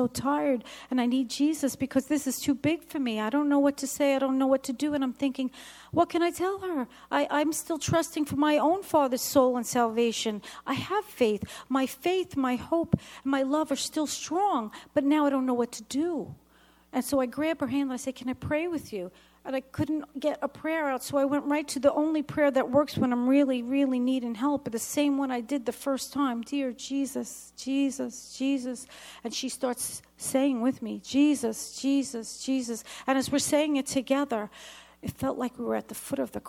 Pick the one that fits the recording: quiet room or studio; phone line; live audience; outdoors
live audience